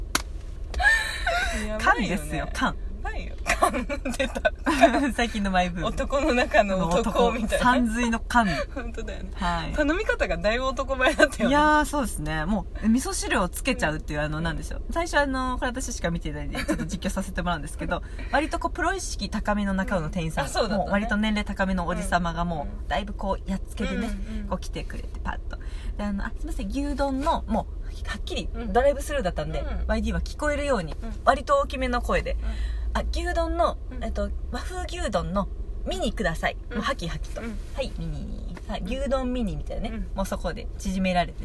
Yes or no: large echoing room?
no